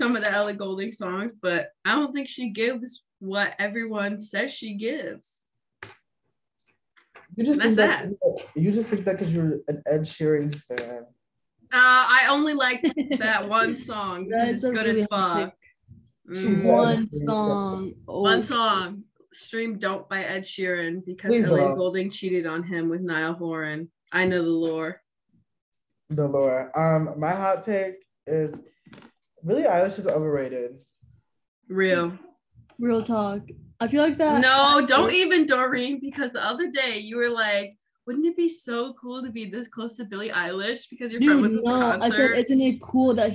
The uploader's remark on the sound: We met virtually over zoom. This episode is quite loud and chaotic.